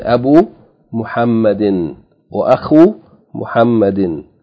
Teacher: When they are joined to another, to a pronoun or to a clear noun in idhafa, and in idhafa construction, whenever that happens, then we're going to have to elongate the vowel. We're going to elongate the vowel from a single dhamma to a dhamma followed by waw.